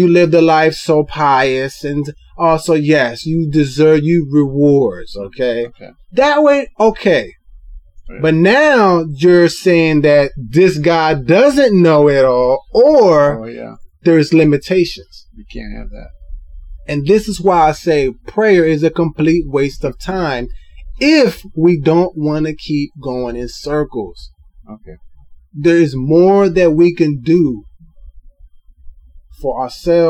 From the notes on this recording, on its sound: All Episodes are recorded at work. In our desire to deliver an authentic, organic experience to the listener, sometimes the background will reflect this “At Work” atmosphere. As we progress, our sound quality will improve, we appreciate your patience and understanding.